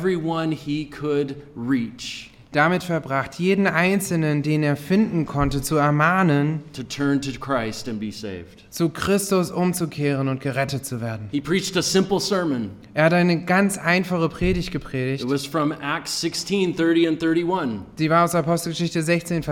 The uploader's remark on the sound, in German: Dieser Vortrag wurde auf der Hirtenkonferenz 2023 in Soest aufgezeichnet.